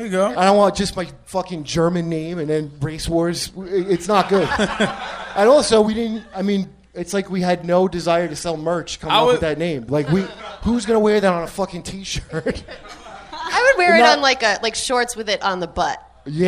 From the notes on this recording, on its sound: LIVE from Skankfest at the Creek and the Cave